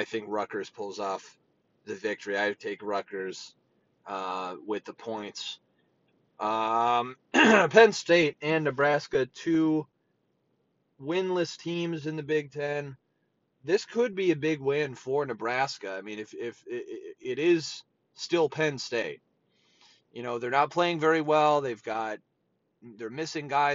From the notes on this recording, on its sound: Filmed live in my truck on a lunch break.